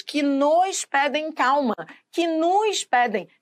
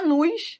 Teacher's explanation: Todos os nos aqui, quando pronunciados, eles são tão átonos que eles passam a ter o som de U. O O passa a ter som de U.